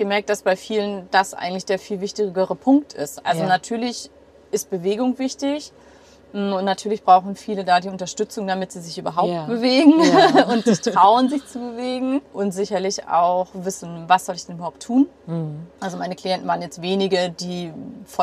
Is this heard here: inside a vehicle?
yes